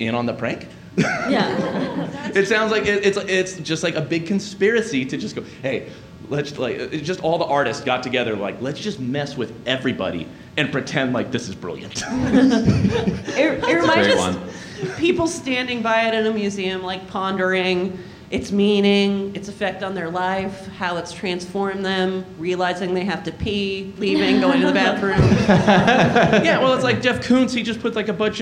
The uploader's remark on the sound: LIVE at UCB Sunset. The audience joins in at the end with some historical pranks and goofs of their own, because our live shows are interactive and fun like that.